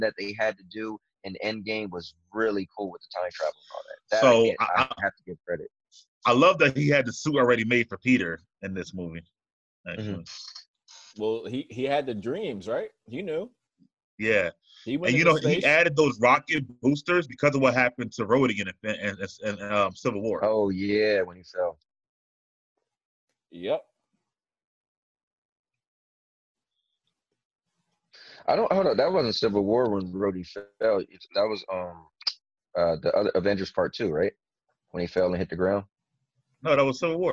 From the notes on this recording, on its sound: Netflix Watch Party No.1. Gonna start the zoom call now.